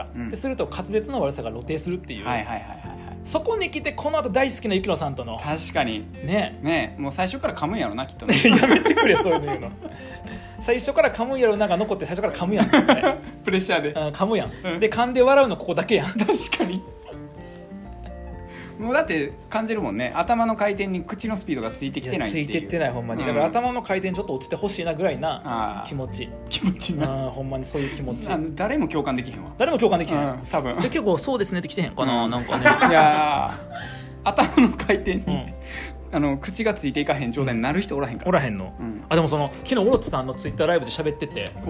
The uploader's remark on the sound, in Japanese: 公開収録_24時間ラジオ。24時間ラジオの最中に、公開収録しました。